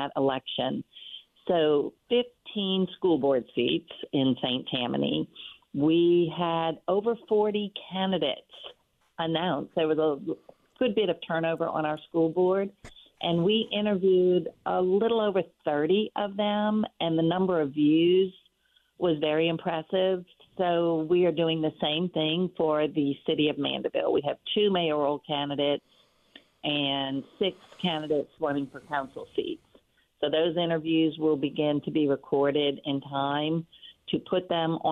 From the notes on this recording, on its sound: WWL Listeners from the Northshore call